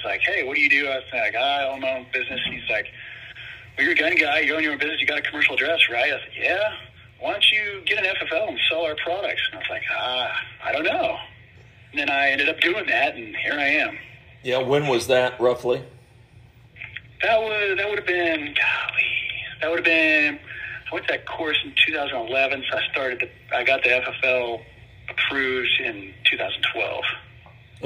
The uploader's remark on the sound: a couple of surprise phone calls!